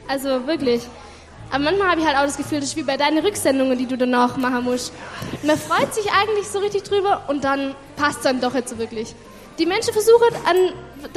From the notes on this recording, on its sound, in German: Predigt mit Anspiel im Gottesdienst an Heiligabend.